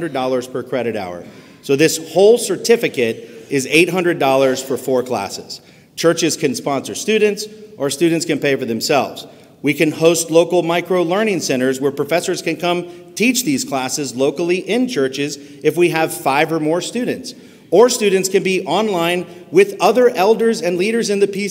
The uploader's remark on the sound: This recording is from the 2023 Gospel Reformation Network Conference held in Charlotte, NC in May.